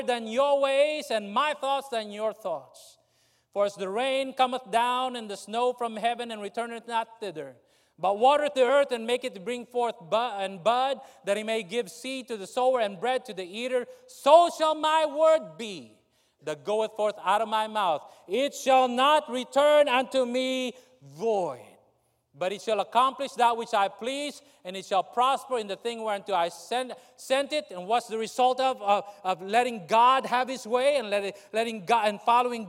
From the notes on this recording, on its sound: during the Wednesday Evening service on November 15, 2023, at North Valley Baptist Church in Santa Clara, California